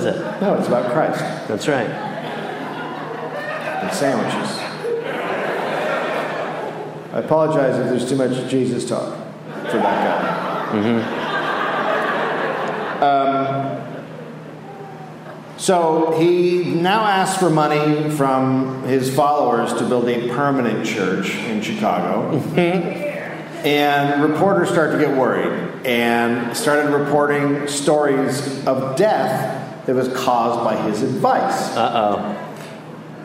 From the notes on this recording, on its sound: Recorded live in Chicago.